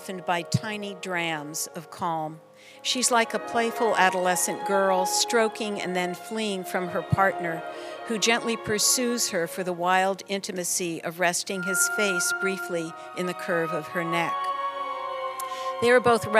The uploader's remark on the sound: An excerpt from the public program. Co-presented by the Museum of Performance + Design and the San Francisco Ballet.